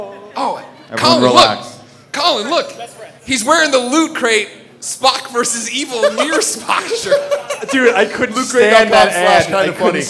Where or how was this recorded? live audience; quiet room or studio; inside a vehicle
live audience